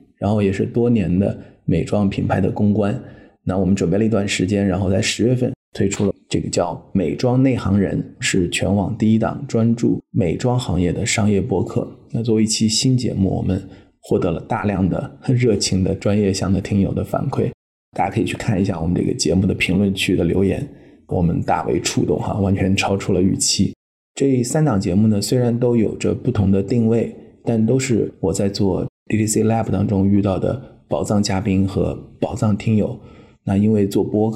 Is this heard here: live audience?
no